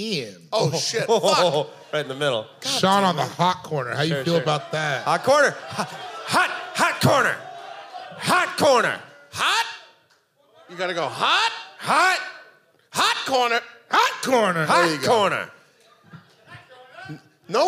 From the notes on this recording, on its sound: We release our final live show from the tour. This episode was recorded live at The Magic Bag in Detroit, MI.